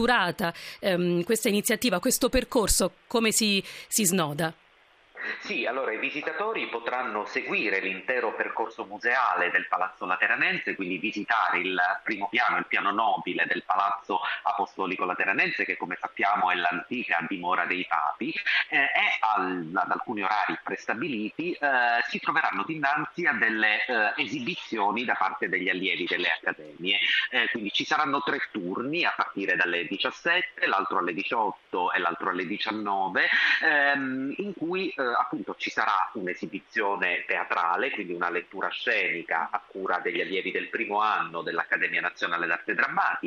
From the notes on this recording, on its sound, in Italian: Sono nostri ospiti al telefono